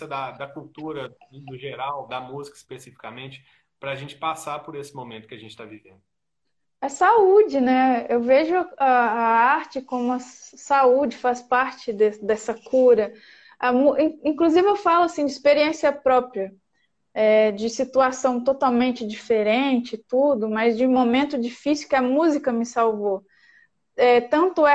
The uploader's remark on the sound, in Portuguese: esteve ao vivo no instagram da Alvorada FM